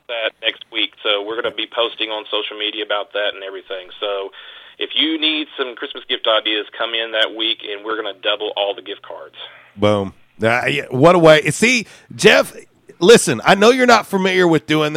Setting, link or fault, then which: link, phone line